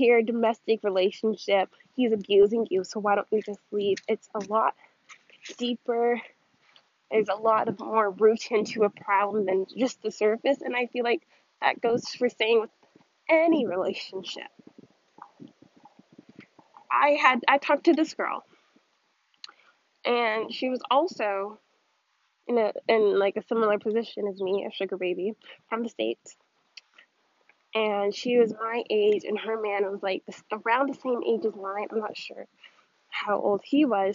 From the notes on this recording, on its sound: This is my first podcast, but I promise that I got much better at recording.